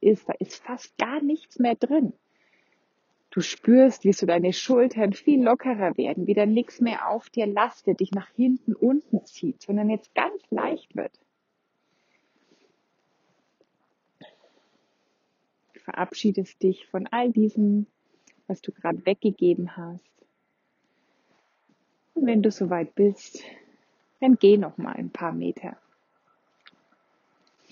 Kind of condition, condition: setting, outdoors